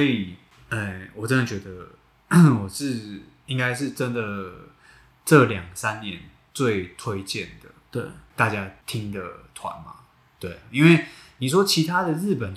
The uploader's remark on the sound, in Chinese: 這兩次錄音不知道為什麼回音很重，已經盡1000%力量調整了，下次會再改進。